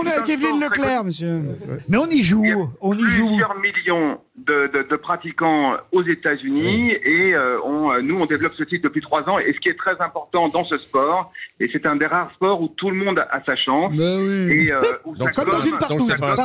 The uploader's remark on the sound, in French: LE COUP DE FIL DU JOUR. Les Grosses Têtes ont eu au téléphone.